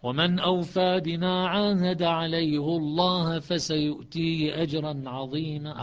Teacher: ومن أوفى بما عاهد عليه الله فسيؤتيه أجرا عظيما، فإذا شعبة يكسر ويترتب على الكسر ترقيق لام لفظ الجلالة، حفص يضم ويترتب على الضم تفخيم لام لفظ الجلالة